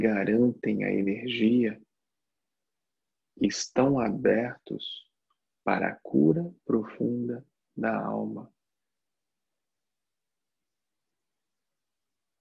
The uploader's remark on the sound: Online via Zoom